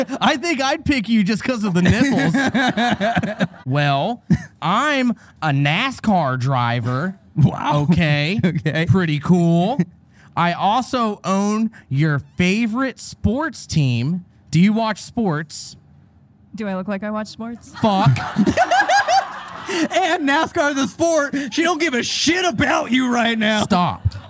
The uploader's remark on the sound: This episode was filmed in front of a live audience at the haunted Buffalo Naval Park in Buffalo, New York on August 23, 2022.